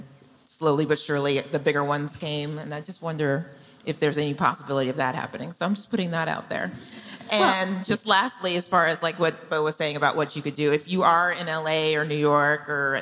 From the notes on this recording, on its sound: This conversation was recorded at ATX TV Festival Season 12 (June 1-4, 2023) in Austin, TX.